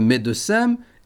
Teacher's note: en Limousin, on évitera à tout prix le E muet